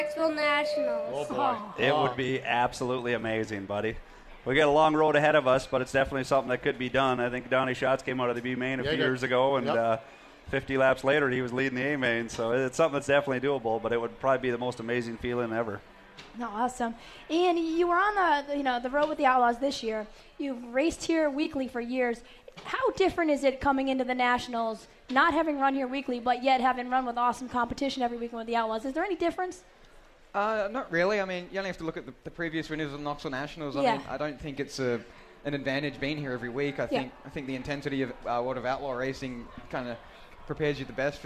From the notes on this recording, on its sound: Live from the 5-hour ENERGY Knoxville Nationals